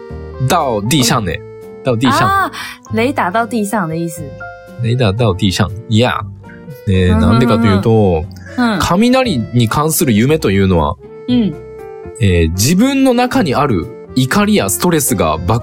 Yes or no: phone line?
no